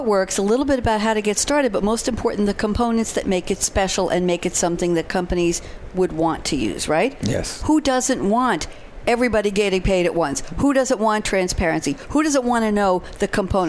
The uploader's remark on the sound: live at SAPPHIRE NOW 2017!